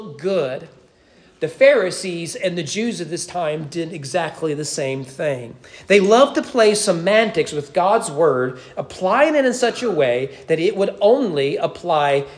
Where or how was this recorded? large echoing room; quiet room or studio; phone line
large echoing room